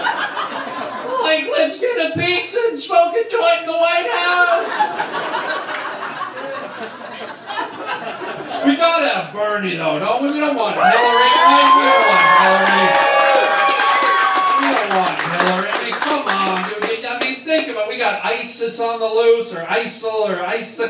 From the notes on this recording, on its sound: Stand up at … rally.